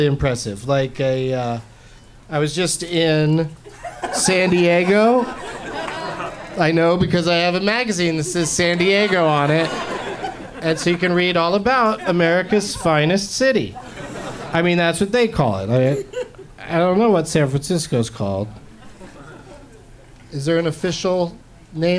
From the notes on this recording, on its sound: Live from the Punchline in San Francisco